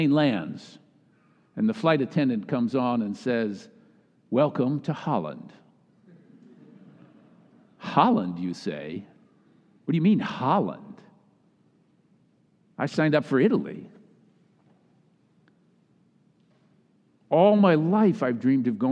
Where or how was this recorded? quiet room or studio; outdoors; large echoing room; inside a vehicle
large echoing room